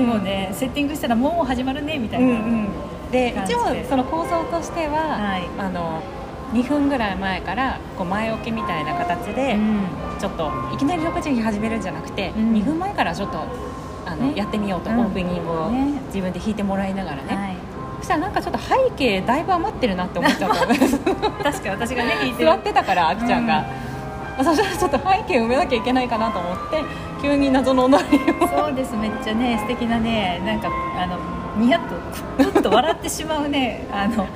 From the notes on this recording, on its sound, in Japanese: 初の屋外収録です！初めての対面での収録です。